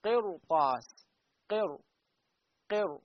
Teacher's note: ما نقراها قر طاس قر بالترقيق، بل نقراها بمن؟ نقراها بالتفخيم